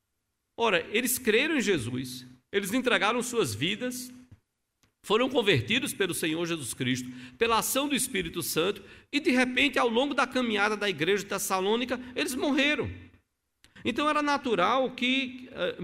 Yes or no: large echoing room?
yes